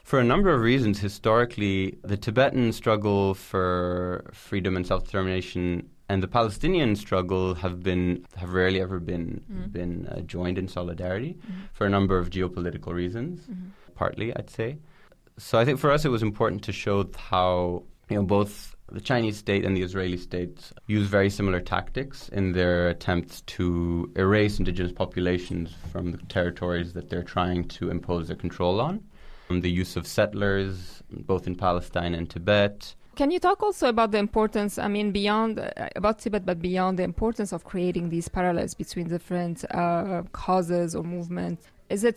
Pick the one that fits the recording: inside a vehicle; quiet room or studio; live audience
quiet room or studio